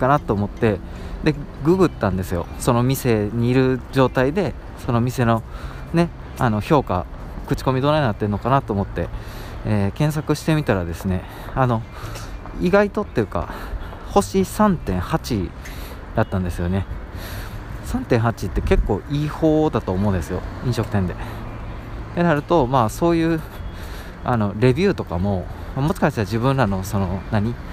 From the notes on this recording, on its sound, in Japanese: 外の収録なので少しガヤガヤしてて申し訳ないです